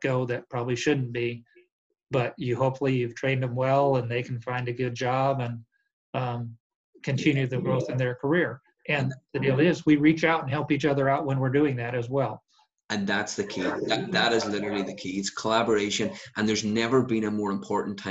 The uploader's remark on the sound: This is the zoom interview. From Dallas, TX.